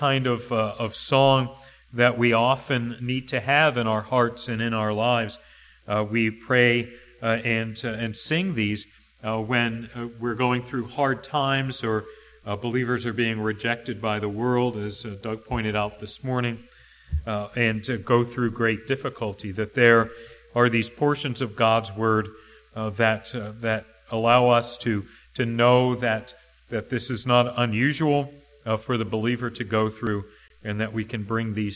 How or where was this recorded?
large echoing room